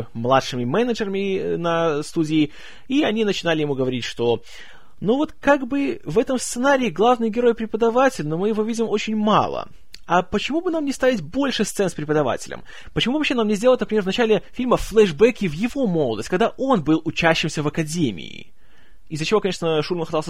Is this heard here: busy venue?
no